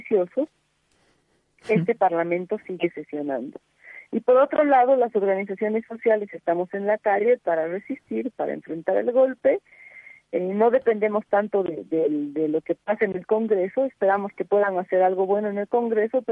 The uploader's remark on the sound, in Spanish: Estuvimos en vivo en contacto telefónico con.